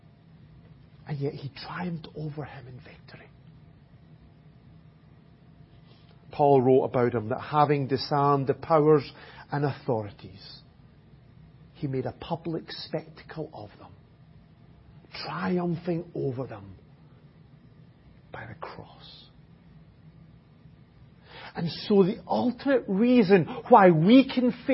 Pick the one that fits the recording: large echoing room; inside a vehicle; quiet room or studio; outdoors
large echoing room